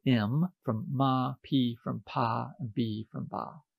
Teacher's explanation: But on the thumb, we also have the three sounds associated with the lip sounds. So this is the area of articulation of lips